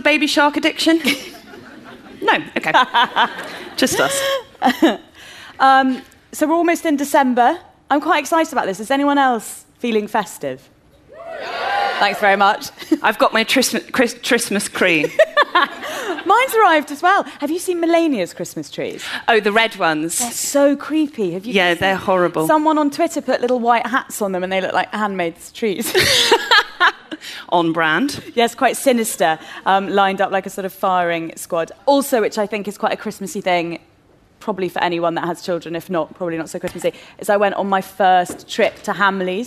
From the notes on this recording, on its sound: A LIVE Episode. We're back at Google's Curiosity Rooms to celebrate the launch of their Google Pixel 3 phone.